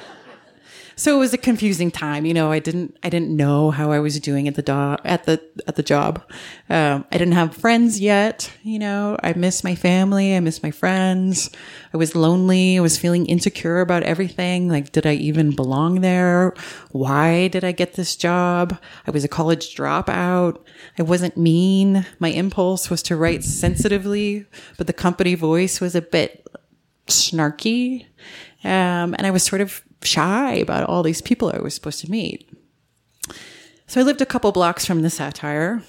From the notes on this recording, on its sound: In front of a live audience at Buntport Theater.